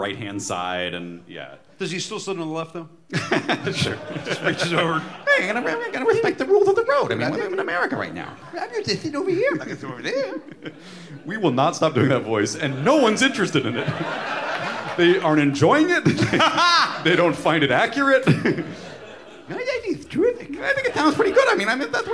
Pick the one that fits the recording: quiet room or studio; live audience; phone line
live audience